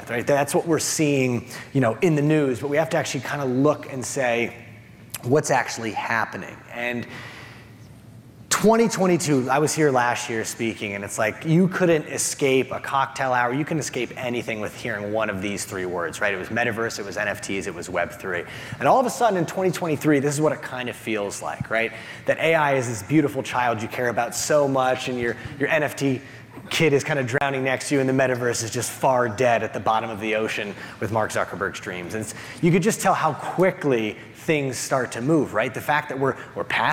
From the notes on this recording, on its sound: replaying his session from the Retail Innovation Conference & Expo 2023